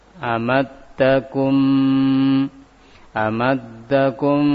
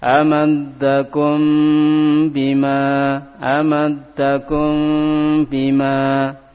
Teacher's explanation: Mim pada ikhfa safawi diucapkan dengan tetap melekatkan kedua bibir secara lembut.